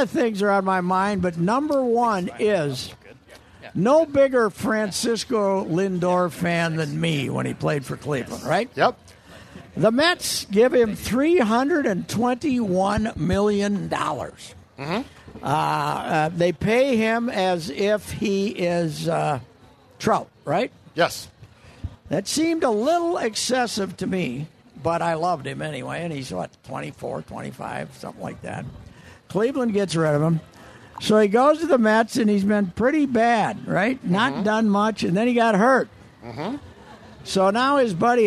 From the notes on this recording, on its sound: LIVE from the Minnesota State Fair. Is back at the Great Minnesota Get Together.